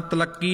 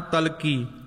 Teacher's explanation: ਤਲਕੀ ਪਾਠ ਵੀ ਸਾਧ ਸੰਗਤ ਦੀ ਪੋਲਾ ਹੀ ਉਚਾਰਨ ਕਰਨਾ, ਤਲੱਕੀ ਨਹੀਂ ਕਹਿ ਜਾਣਾ · Shown in: second take